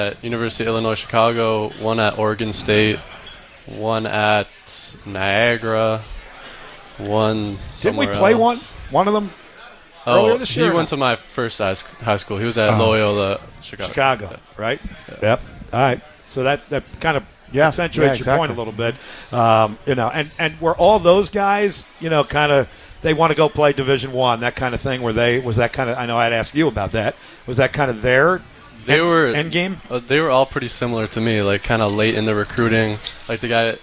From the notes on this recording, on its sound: joins the show from Glory Days Grill